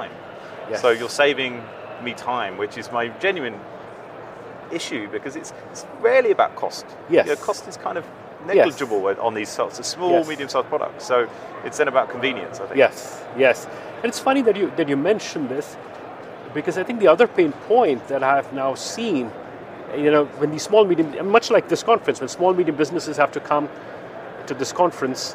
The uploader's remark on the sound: Live from ITC. The 'Live at ITC' conversations at the Vegas InsureTech Connect confernce.